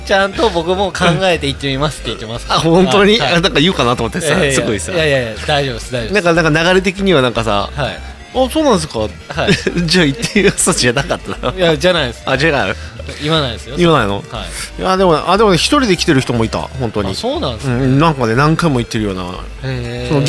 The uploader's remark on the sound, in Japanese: 東海市富木島町、聖地「とんちんかん」で収録！お酒を呑みながらおじさんが喋るラジオ。